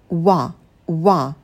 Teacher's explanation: А первый звук — это ва, мы округляем губы, потом идет краткий а.